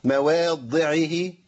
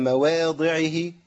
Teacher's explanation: أنا لو وقفت على الضاد هشددها، مواضعه كده ضادين · Shown in: first take · هي مواضعه بس أنا عملت مجهود.